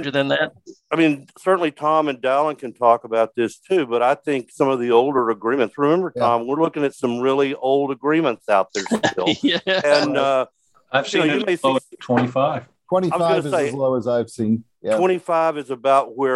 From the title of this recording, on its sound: Virtual Happy Hour